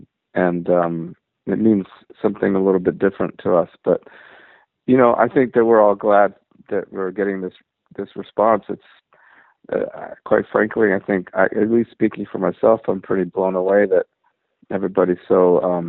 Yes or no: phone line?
yes